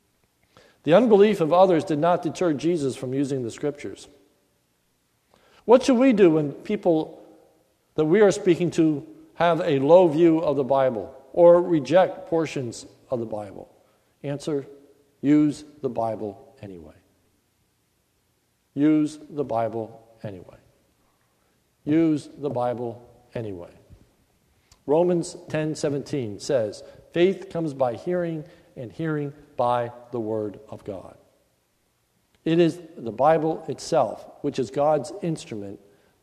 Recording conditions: large echoing room